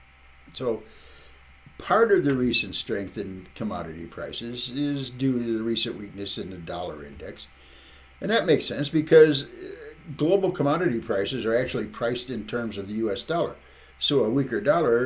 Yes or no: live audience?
no